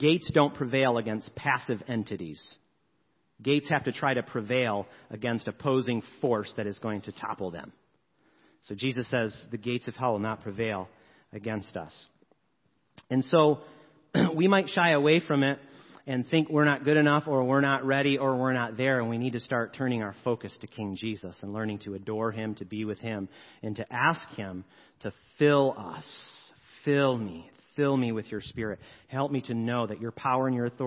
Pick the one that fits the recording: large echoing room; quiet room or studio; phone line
large echoing room